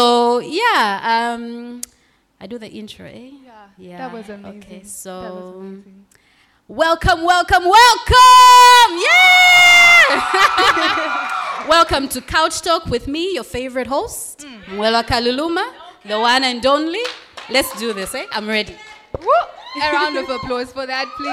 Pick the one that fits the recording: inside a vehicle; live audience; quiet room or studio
live audience